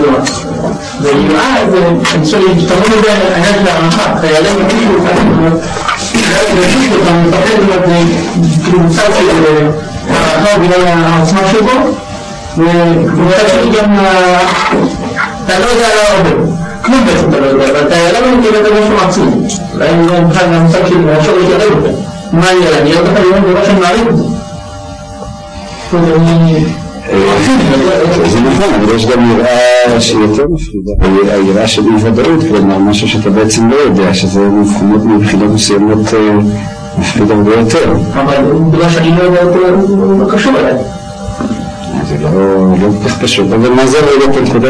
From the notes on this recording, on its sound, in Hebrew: הקלטה משובשת.